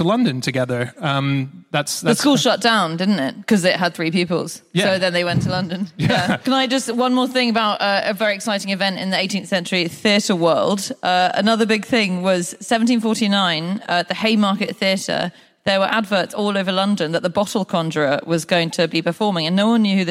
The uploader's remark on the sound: Live from the Eventim Apollo in Hammersmith